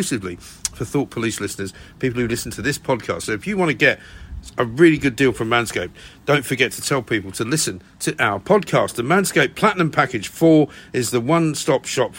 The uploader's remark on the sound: LIVE from The Battle of Ideas Festival!